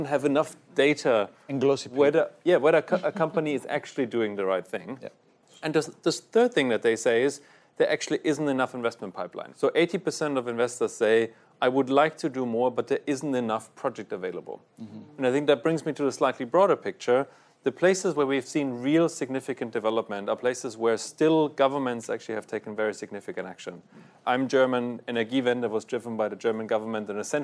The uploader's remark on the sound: Event audio